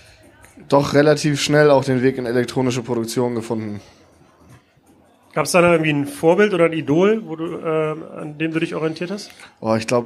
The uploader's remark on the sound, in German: Ich war in diesem Jahr wieder zu Gast auf dem Woderkant Festival im Rahmen der Kieler Woche. Und dort habe ich mich auf der Bühne.